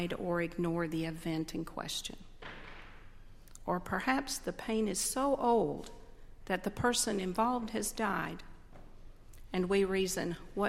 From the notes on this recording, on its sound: on Sunday, November 11, 2012, at Highland Baptist Church.